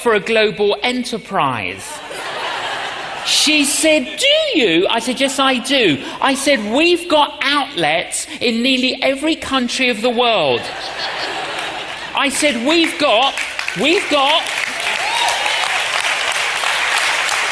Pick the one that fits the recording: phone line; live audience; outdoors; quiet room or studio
live audience